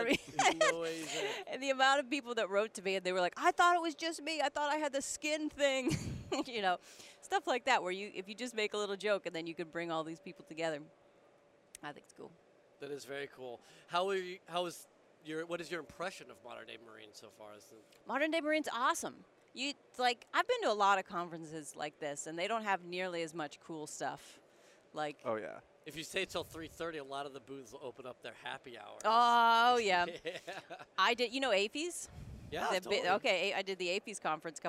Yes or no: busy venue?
yes